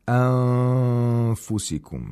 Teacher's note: the Nun Sakina is not pronounced at all from its own place of articulation. Instead, the place of articulation of the next letter is approximated, and at the same time, a nasal sound is made for two vowel counts. · Term: إِخْفَى